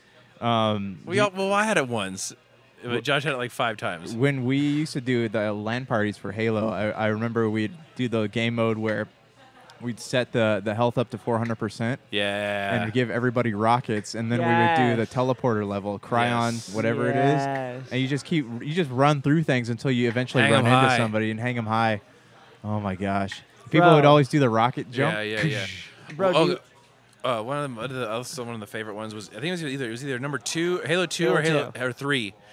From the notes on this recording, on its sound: Live From Retro City Games Charity Night. Are coming at you live from Henderson, Nevada.